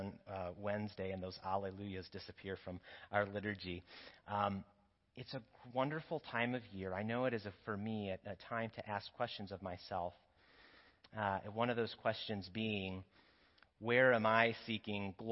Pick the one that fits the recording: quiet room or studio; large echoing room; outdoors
large echoing room